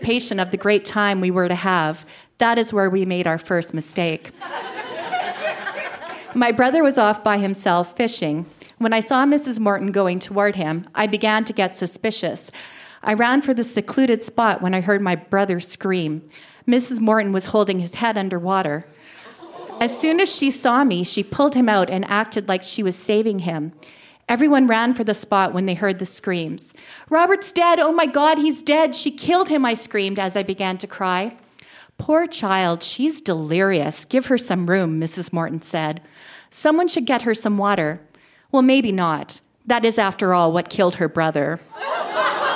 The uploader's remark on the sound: Recorded live at the Artesian in Regina, SK.